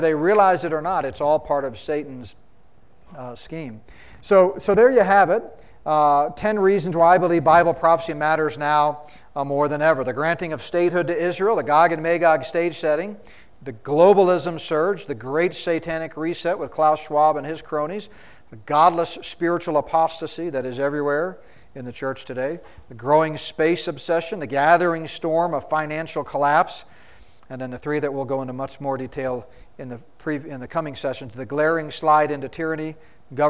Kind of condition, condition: setting, live audience